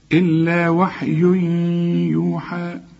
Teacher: التنوين وبعده الياء، والياء من حروف الإدغام، وكأن الياء دي عليها شدة